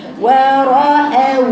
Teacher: يعني ما تفخميش الواو. وراءوا ول يا بنات مش ول.